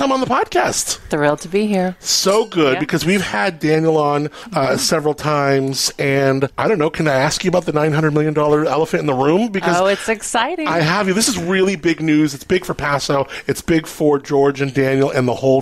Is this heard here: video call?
no